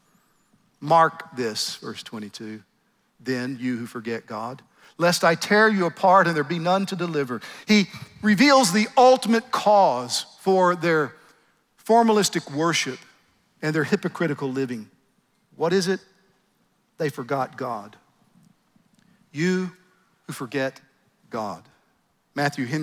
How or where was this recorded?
live audience